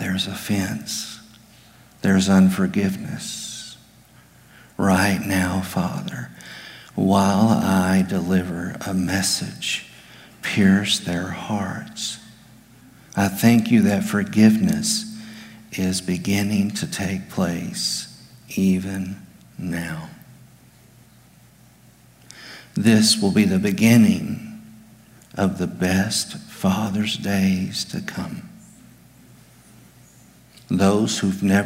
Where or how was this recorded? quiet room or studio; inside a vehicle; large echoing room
large echoing room